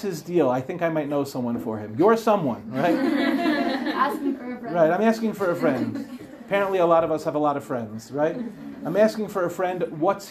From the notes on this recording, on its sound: In this shiur, delivered in Tomer Devorah